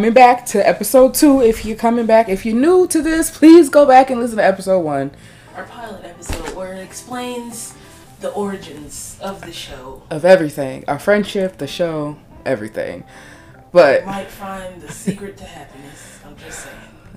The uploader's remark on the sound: Sorry to any headphones, we are still new to this and we don't realize how loud we are sometimes.